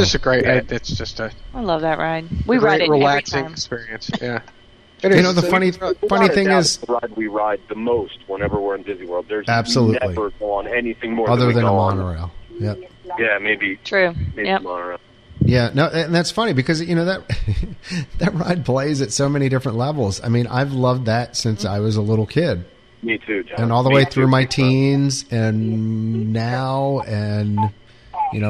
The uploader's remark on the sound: calls in via Cell phone after driving home from Walt Disney World